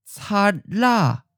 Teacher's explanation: Here the T changes to an L or flap sound. It's similar to when T's get sandwiched between vowels in English, like the words water or meeting.